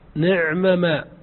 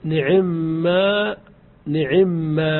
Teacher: الإظهار نعم ما، ويجوز لك في ذلك الادغام فتقول نعم نعم، فتدغم الميم من ما بالميم من نعمة · Shown in: second take